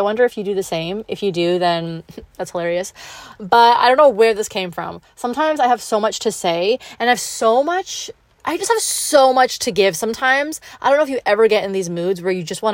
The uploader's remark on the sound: I come to you from my car during my lunch break